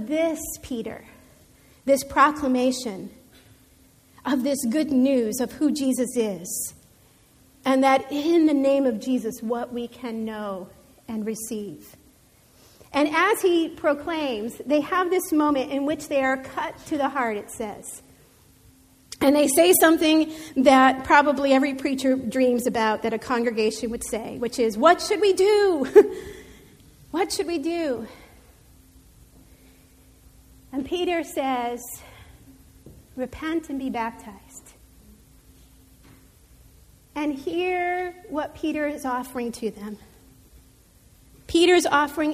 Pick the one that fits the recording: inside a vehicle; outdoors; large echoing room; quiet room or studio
large echoing room